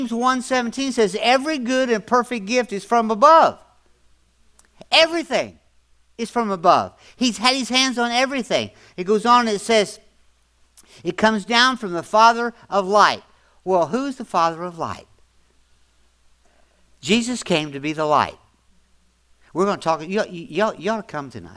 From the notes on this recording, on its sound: audio podcast from December 24, 2024 at Grace Church in Chester Illinois